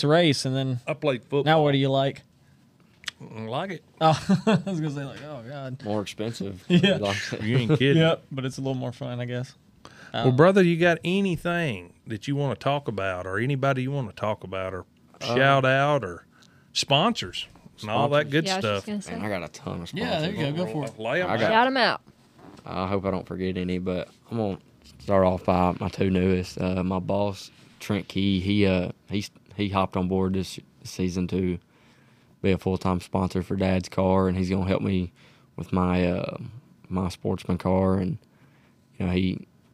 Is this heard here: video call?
no